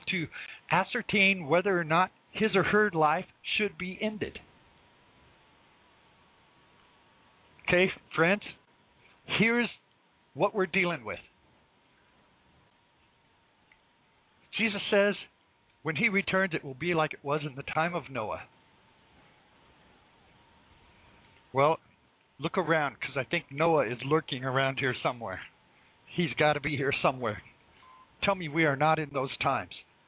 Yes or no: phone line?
yes